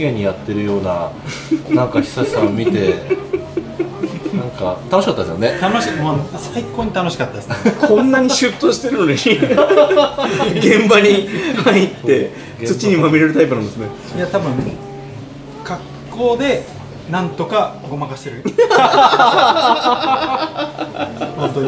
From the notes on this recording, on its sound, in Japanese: ニセコ公開収録。Bar Guy+（バー・ギュータス）。